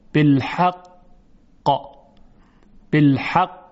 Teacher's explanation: این قاف پرتاب میشه، حالت جهش داره · Term: قلقله